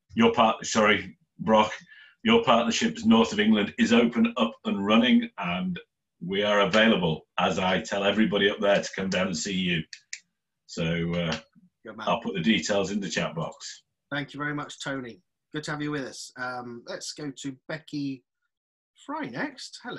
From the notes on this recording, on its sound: Your Partnerships Online Networking Event. Live networking event brought to you by Your Partnerships.